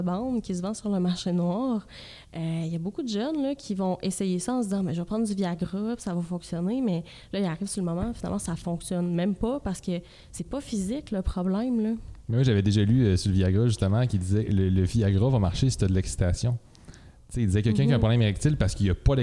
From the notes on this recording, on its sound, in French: Le podcast a été enregistré en avril 2021 à la microbrasserie le Boquébière au 50, rue Wellington Nord à Sherbrooke